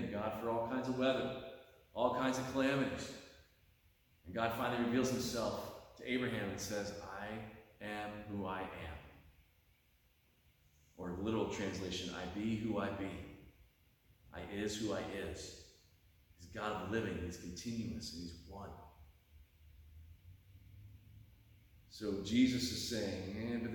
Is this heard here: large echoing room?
yes